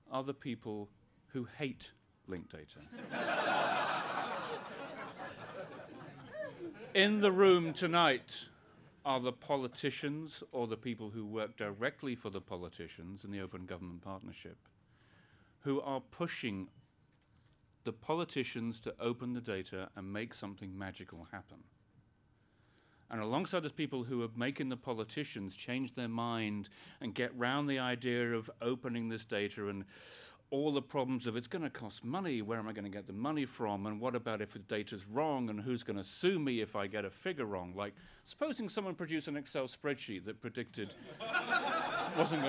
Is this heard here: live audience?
yes